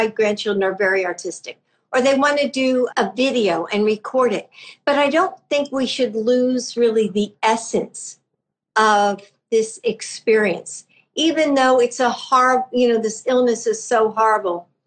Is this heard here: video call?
yes